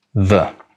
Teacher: This is what's called a voiced th, as opposed to an unvoiced th.